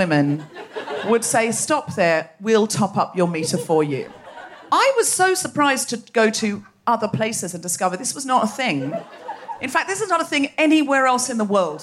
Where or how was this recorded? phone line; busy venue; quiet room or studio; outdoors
busy venue